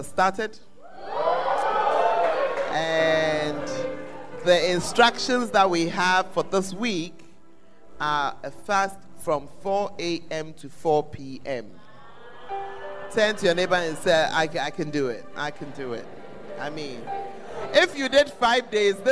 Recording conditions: live audience